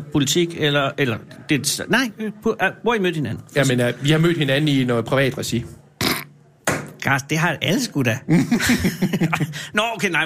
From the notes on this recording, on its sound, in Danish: Live fra Folkemødet på Bornholm. Mænd og kvinder på gaden.